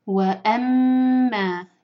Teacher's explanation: میم کا غنہ میم کو ہولڈ کریں گے دو سیکنڈز کے لیے